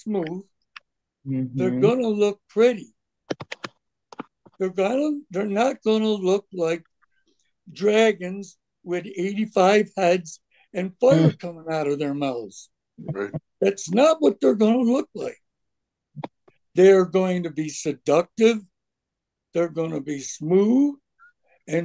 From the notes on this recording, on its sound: Oceanside Zoom Class.